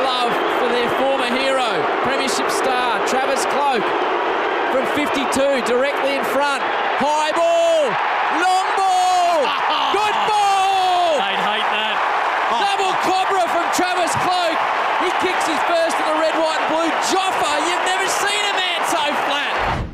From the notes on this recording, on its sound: Live from the Australian Grand Prix